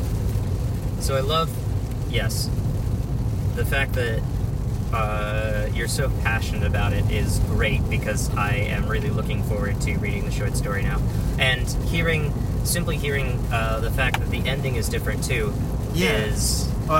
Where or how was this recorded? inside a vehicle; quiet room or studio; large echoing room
inside a vehicle